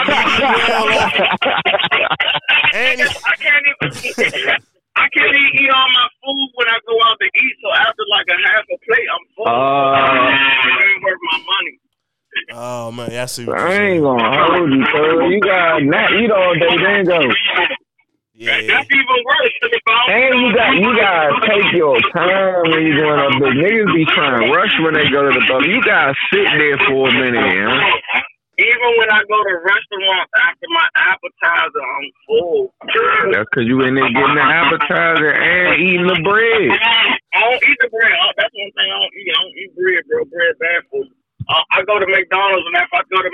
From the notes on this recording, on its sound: This is an impromptu amazing episode. A little hard to listen to based on audio quality but bear with it.